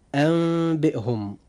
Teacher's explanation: هنا إذن حدث الإقلاب مع بقاء الغنة